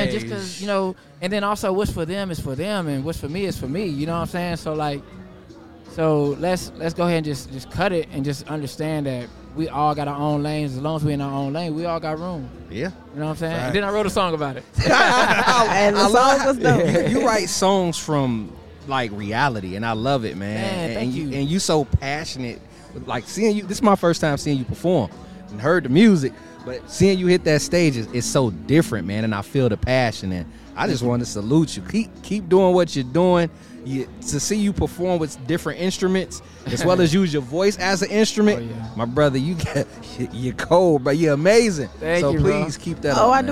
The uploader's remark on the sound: Live Interview At Chop Shop Chicago